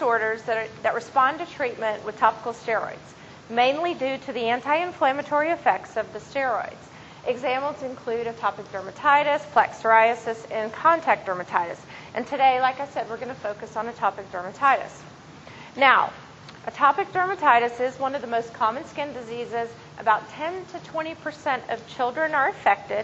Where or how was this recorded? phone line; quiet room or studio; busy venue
busy venue